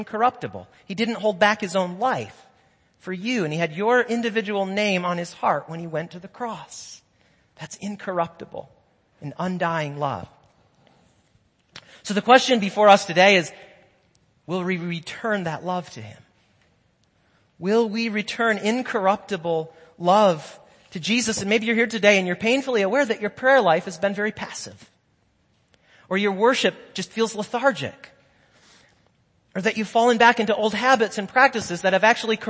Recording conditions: large echoing room